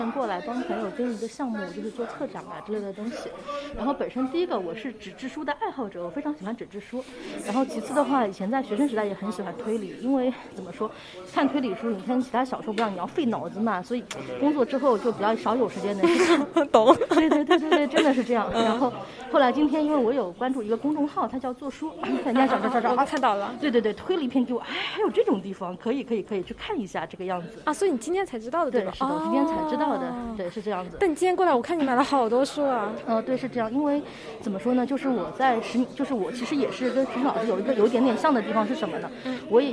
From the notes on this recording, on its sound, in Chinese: 我在现场记录下了孤岛书店的最后一个夜晚。大家围坐在小小的空间里一起聊天。在结束之后，我也和读者、书店常客和合伙人进行了一些对谈。